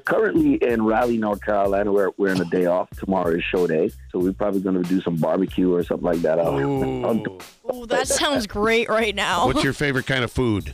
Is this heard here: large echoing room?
no